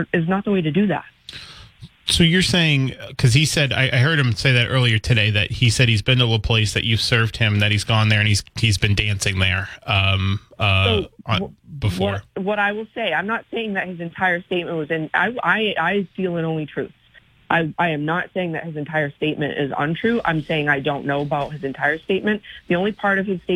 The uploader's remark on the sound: Continues to take calls from the audience. Calls in to make her pitch to the voters.